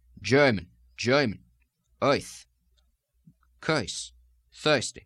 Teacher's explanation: You're going to hear almost an oi sound, almost as if it were a Brooklynese sound intruding there.